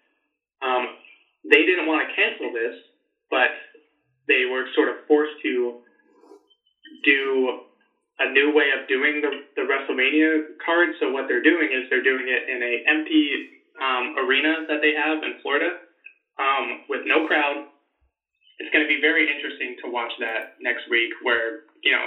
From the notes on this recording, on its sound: We worked out a way to still do a show despite our "shelter in place" order. The quality isn't the best as we hadn't planned on having to record this way, but it works!